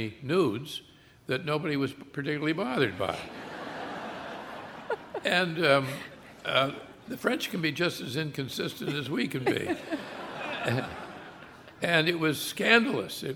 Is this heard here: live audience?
yes